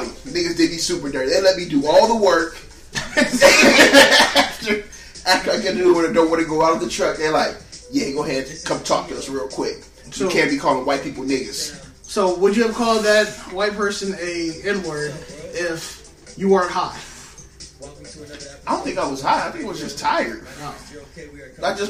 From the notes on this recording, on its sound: Sorry for the static.